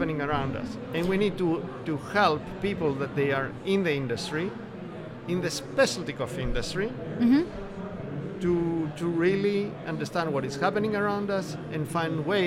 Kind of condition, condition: setting, busy venue